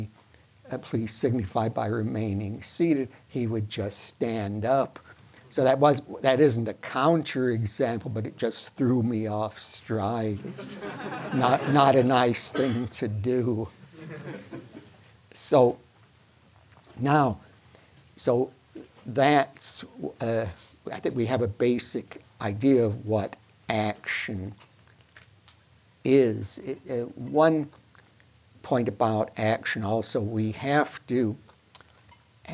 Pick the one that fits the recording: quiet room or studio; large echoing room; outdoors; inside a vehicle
large echoing room